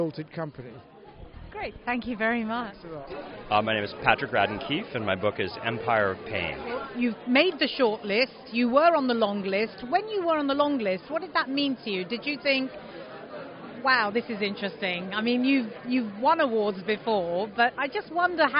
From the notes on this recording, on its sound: Live from the winners ceremony, which was generously supported by the Blavatnik Family Foundation.